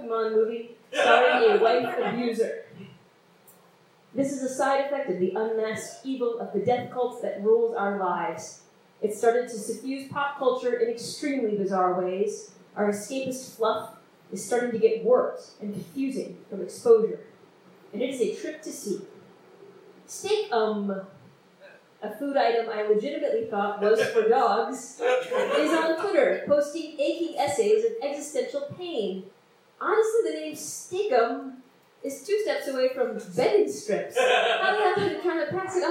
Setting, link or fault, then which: fault, phone or laptop microphone